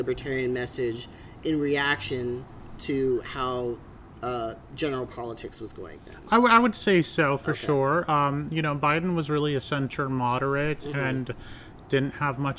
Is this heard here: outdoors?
yes